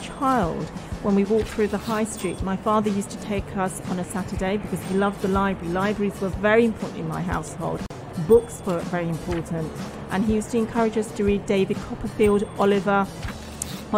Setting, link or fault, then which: setting, busy venue